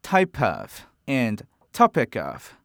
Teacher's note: We can connect the p sound of type and k sound of topic to the start of and make them sound like type of and topic of.